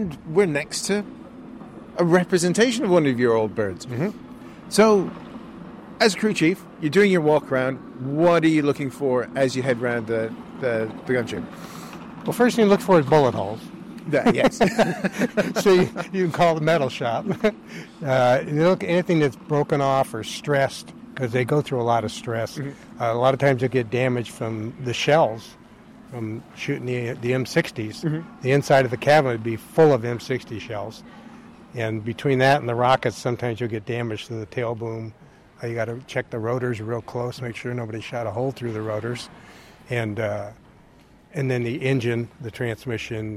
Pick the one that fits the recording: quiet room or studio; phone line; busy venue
busy venue